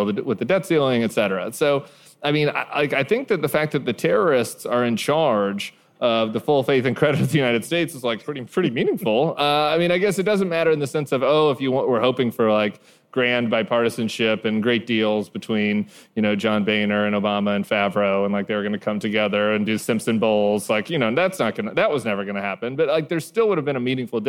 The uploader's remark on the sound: Live From LA. The gang hit the road this week with a live show from the Avalon Hollywood.